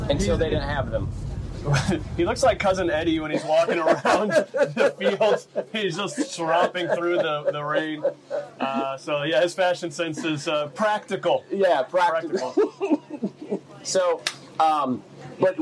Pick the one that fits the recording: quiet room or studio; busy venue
busy venue